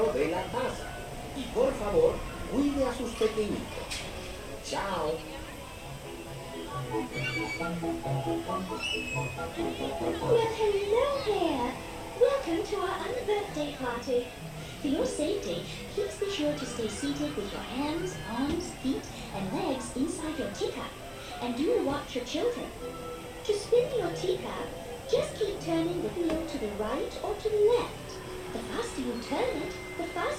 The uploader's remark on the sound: Alice in Wonderland Corner, Disneyland Park Binaural Recording. Enjoy the sounds/ambience found on both the Mad Tea Party and Alice in Wonderland attractions.